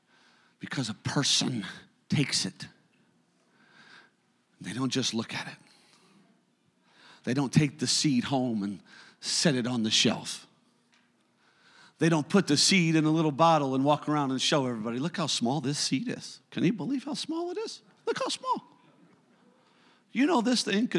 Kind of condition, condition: setting, large echoing room